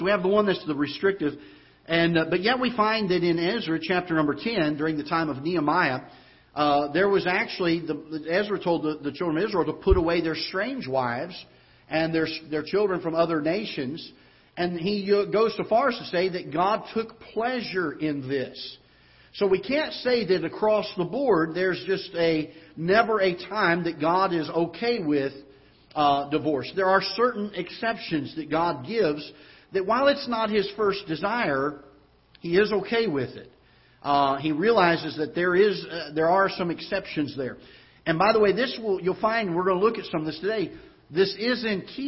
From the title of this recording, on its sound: Ketha Heights Baptist Church ~ Live Broadcast